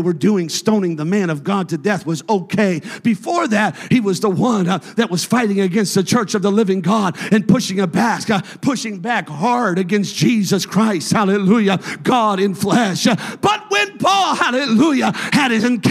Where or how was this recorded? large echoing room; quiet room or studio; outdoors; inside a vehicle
large echoing room